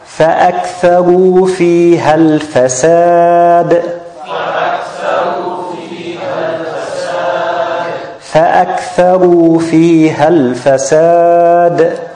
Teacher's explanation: the fa is the first sub-makhraj from the internal part of the lip and the top two incisors.